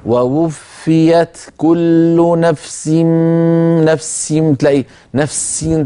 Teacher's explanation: تلاقي السين وكأن الفاء دخلت فيها أو أضغمت فيها